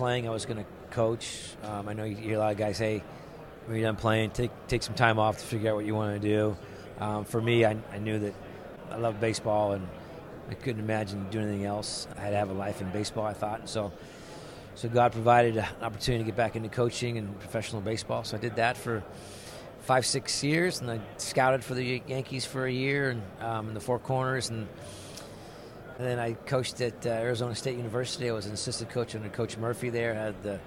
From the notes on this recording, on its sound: we set up shop on podcast row at the 80th annual American Baseball Coaches Association Conference in Dallas.